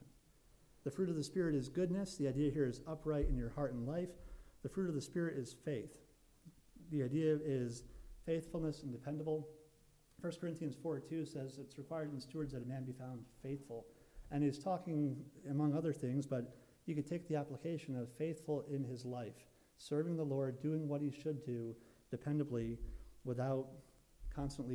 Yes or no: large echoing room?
yes